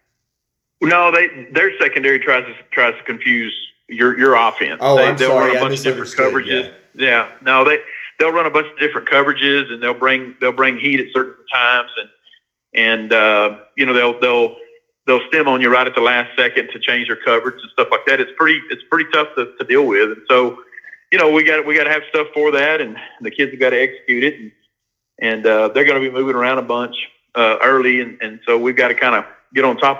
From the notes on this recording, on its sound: by phone